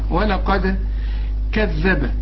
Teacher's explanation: ولا، شوف زي واحد اسمه ولاء، شوف ولاء، هنقول ولا قا، القاف مفخمة وبعدين الدال هنقلقلها، ولقد كذب. الذال هنا عليها الشدة، عارف لو ما عليهاش الشدة هنقول كذب، إنما دي كذبة، لكن ما قلناهاش بحقق الحرف اللي عليه الشدة.